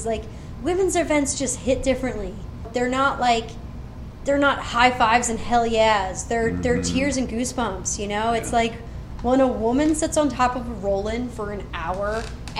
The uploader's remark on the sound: This podcast interview was recorded during Women's Weekend at Ray's MTB Park in Cleveland Ohio. A busy weekend to say the least!